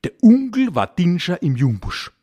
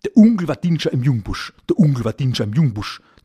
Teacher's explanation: Bei Onkel zum Beispiel wird das O durch ein U ersetzt. · Shown in: second take